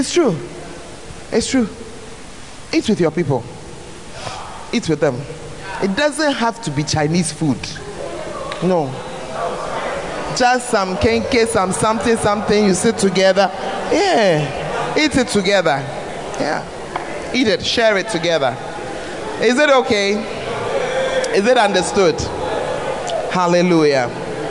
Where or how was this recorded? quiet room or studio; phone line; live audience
live audience